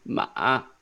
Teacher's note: Third tone, ma, more like guttural. You feel it in your throat.